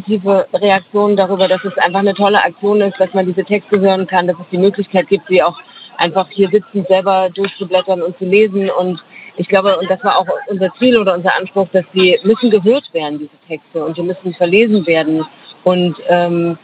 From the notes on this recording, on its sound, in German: Live Reportage vom Markt. In dieser Live-Reportage vom Leipziger Markt. Dieser Beitrag entstand live im Rahmen des Radiofestivals zum Leipziger Frauen*Festivals 2021. Bei Radio blau.